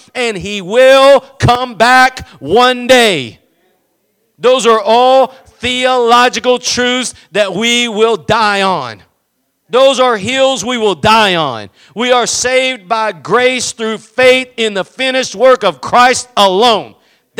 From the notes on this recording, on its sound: Preached at Gospel Lighthouse in Bossier City, La.